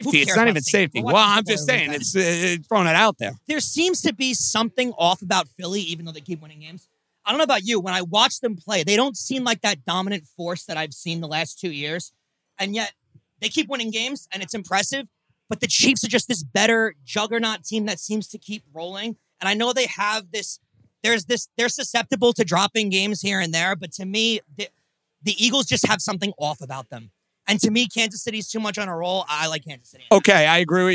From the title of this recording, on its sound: NYNY Live from Katch Astoria